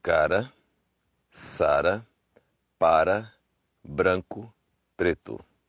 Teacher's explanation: if your R is between vowels or in a consonant group, it'll also just sound like a single tap. And that's going to be the same in every dialect.